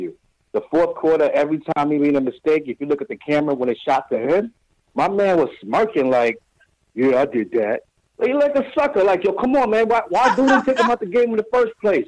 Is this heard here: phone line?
yes